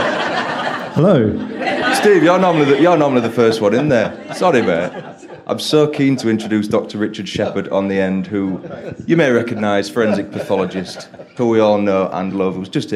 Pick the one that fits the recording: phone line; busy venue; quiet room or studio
busy venue